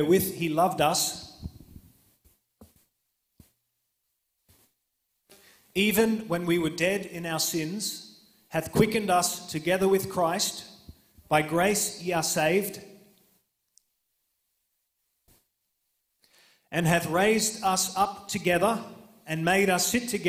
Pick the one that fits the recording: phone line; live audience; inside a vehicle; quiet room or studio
live audience